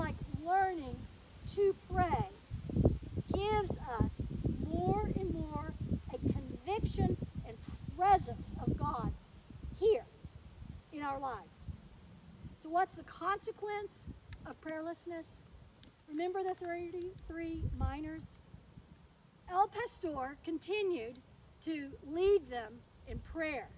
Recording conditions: outdoors